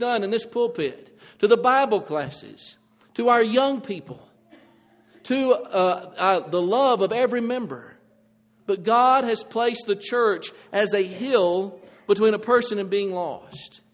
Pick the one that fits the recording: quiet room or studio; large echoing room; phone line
large echoing room